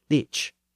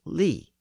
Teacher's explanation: The southern dialects pronounced it lich, which was basically the Old English version of the suffix. But in the north and in parts of the East Midlands, the consonant at the end was dropped · Shown in: second take · and it was simply pronounced as li.